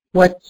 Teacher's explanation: عشان أنا وقفت على الراء بالسكون وقبلها التاء ساكنة، قبلها الواو مفتوحة فهتفخم